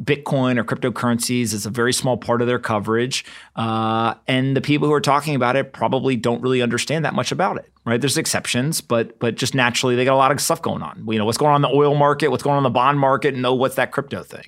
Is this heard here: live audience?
no